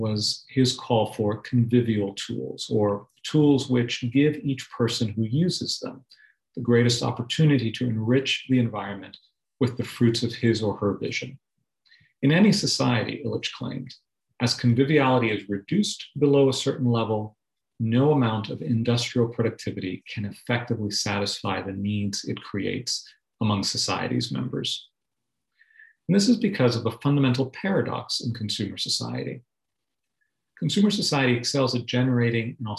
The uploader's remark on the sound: delivered as a Zoom webinar